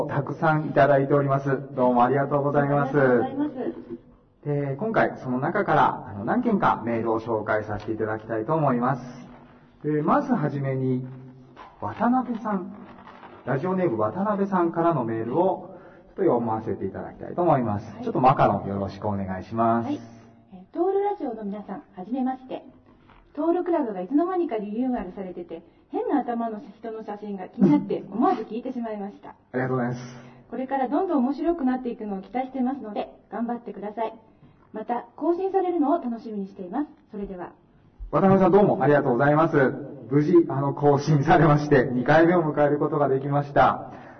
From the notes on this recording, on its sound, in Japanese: 音声悪くてごめんなさい。録音時の機材状態により音声が聞きづらいです。